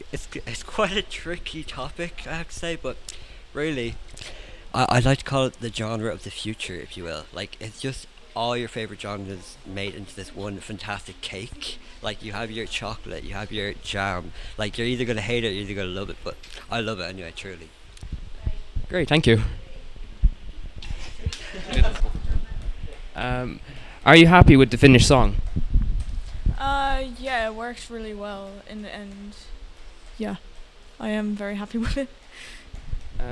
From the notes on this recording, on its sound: the Songschool show comes to you live from the Drum youth centre in Kilkenny